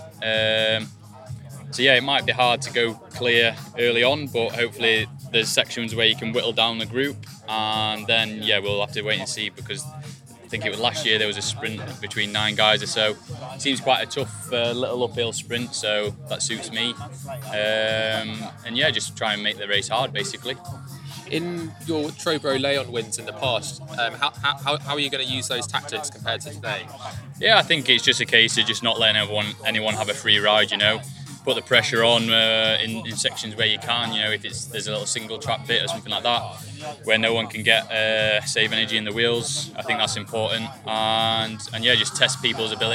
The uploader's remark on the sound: records live from the British Gravel Championships at the King’s Cup Gravel Festival in Suffolk, east England